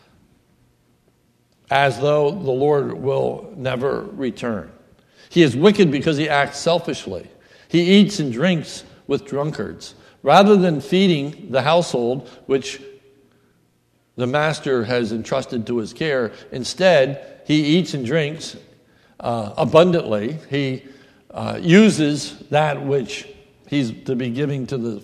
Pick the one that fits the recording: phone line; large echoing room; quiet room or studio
large echoing room